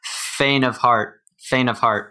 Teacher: And you've got that NT at the end of faint. The NT a lot of times in American English becomes just an N sound, so that whole connected speech there could be faint of heart, faint of heart.